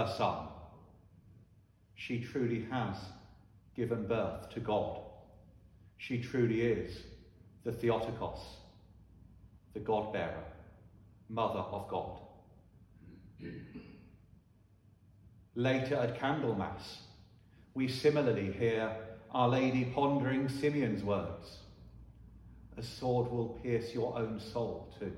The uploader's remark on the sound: Sermon preached at Holy Trinity Church, Ystrad Mynach.